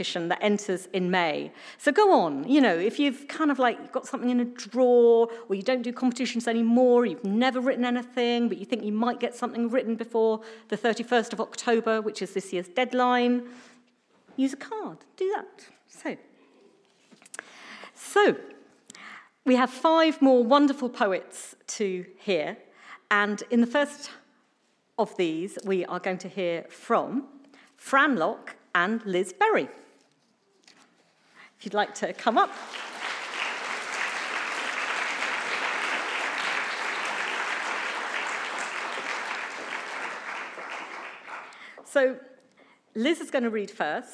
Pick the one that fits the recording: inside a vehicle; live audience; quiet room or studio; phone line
live audience